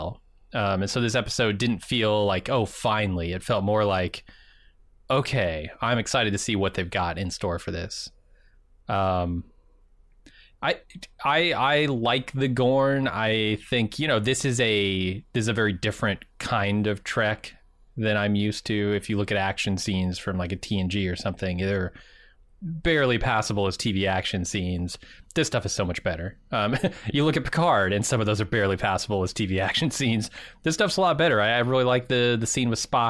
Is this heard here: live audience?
no